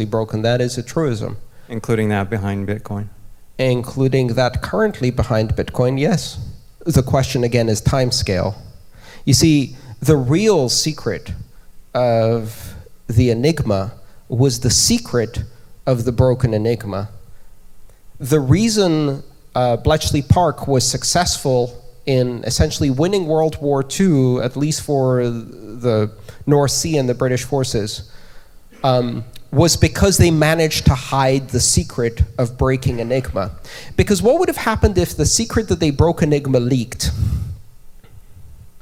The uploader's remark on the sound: Devcore talk. Members of the audience at Devcore.